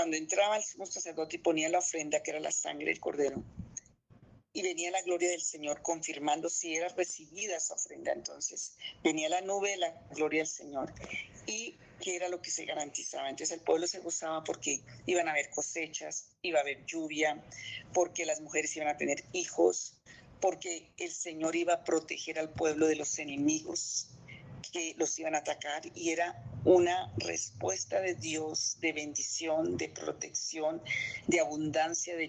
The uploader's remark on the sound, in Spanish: Zoom miércoles.